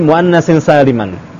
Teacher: kesannya N-nya enggak kedengaran, maksudnya samar gitu